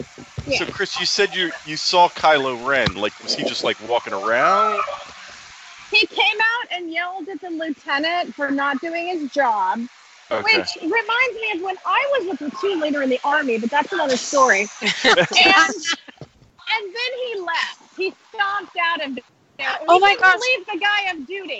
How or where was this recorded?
busy venue